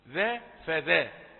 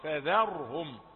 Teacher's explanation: الذال مرققة والراء هي المفخمة كما سمعنا، لكن لا ينطق أحد يقول فذرهم، يكون أتى بالذال ضاء، وهو يعني عذره أن الراء المفخمة قادمة بعد، ولكن لا يقبل هذا العذر لأن العلم بالتعلم، لابد أن يتعلم.